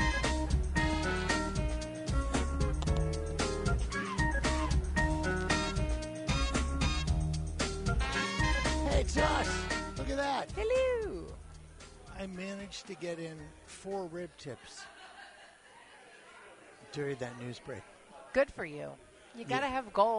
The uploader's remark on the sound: Live From SugarFire